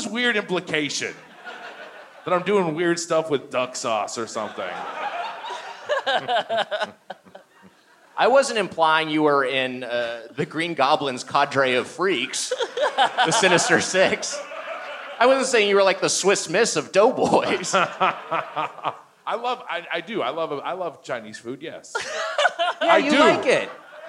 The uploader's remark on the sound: Recorded live at the Gramercy Theatre in NYC.